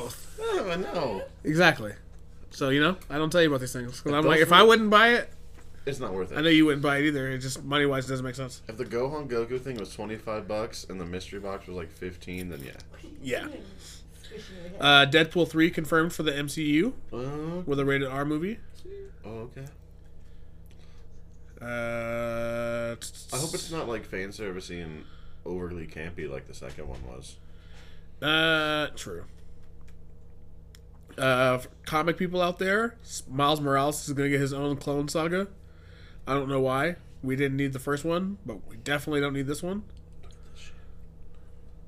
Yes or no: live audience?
no